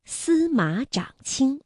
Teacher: 马读21，不读214了；长也读21，因为后面呢还有一个一声字 · Term: 变调